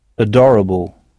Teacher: Mais notez bien que le A initial se prononce E, adorable.